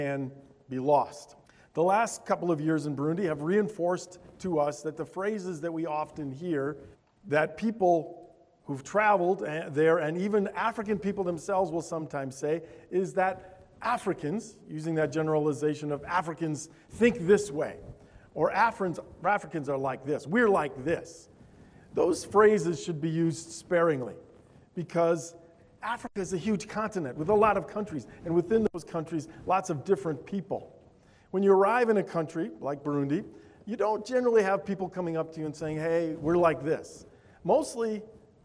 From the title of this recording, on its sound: Altoona Bible Church Worship Service